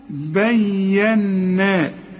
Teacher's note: حقق الياء وغن النون